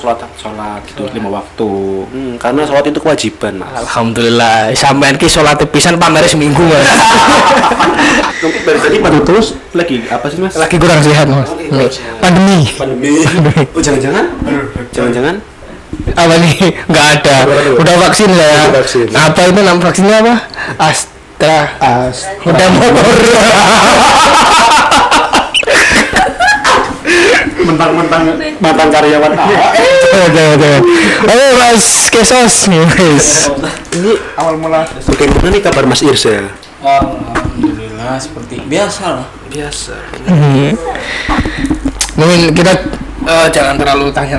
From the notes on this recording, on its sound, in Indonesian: (Maaf audio agak cliping/pecah)